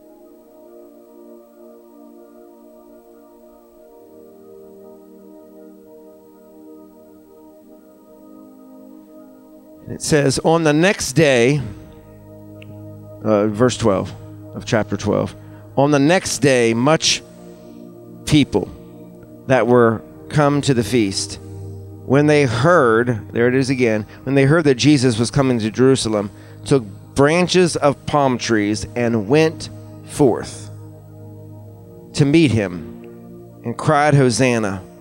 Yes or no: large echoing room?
yes